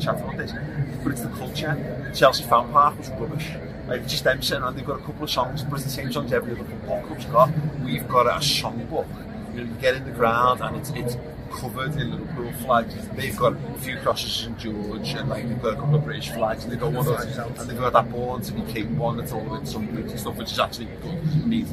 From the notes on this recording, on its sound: Outside Wembley once again, the morning after Liverpool beat Chelsea to win the FA Cup Final!